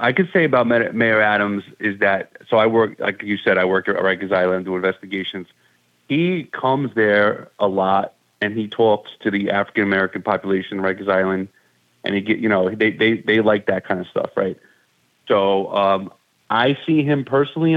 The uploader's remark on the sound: Called into to talk.